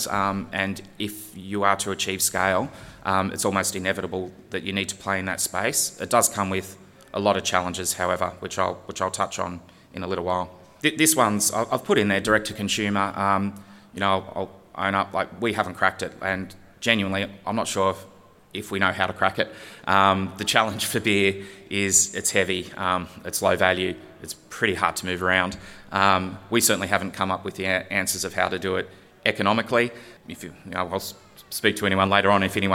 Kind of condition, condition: setting, live audience